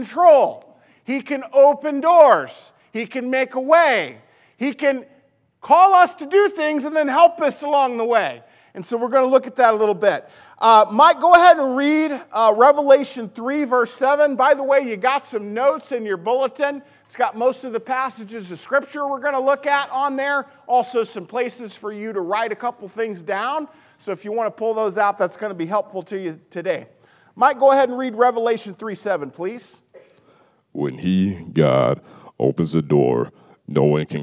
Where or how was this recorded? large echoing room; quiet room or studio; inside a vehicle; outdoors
large echoing room